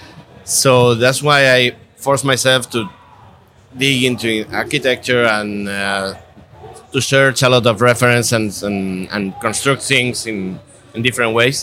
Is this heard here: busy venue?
yes